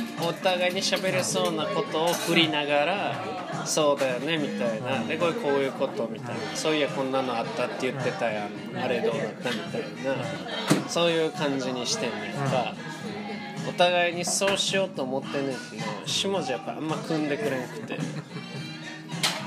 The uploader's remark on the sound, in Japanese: 居酒屋トークを録音してみるという試みです。未編集です。。